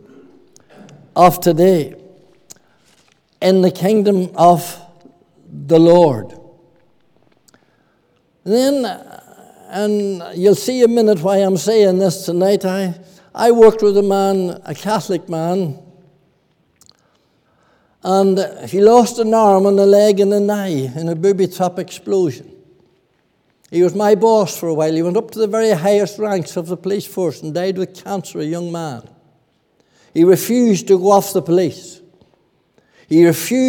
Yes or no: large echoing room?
yes